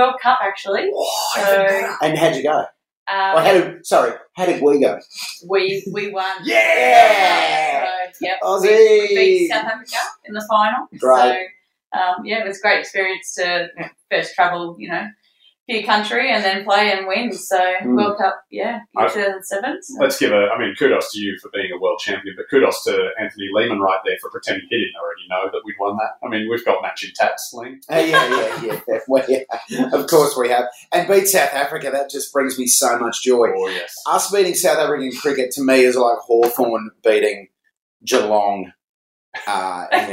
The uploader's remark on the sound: the audio is a bit tinny